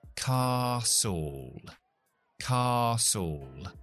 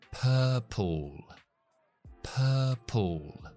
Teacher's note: se ponen como una pequeña schwa entre lo que es la última consonante y la L.